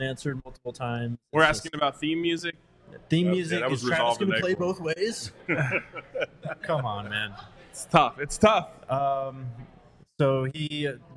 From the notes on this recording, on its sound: live from the DNVR Bar